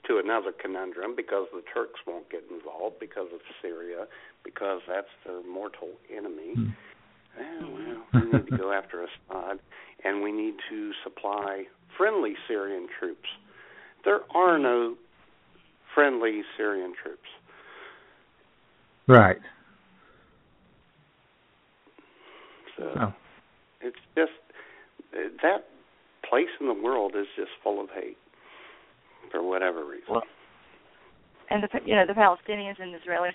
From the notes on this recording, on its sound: take your phone calls